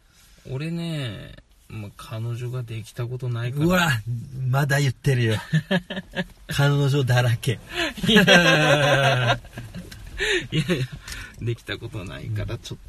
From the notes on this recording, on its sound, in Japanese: 私たちは宮崎のとある道の駅で収録しておりますが